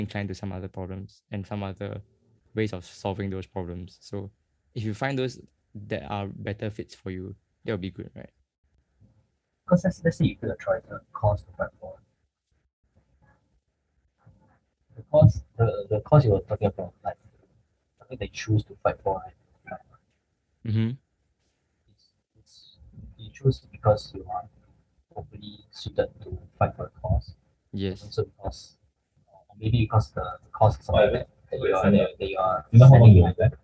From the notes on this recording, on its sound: Sincere apologies for the poorer audio quality for this episode, we are still troubleshooting the issue!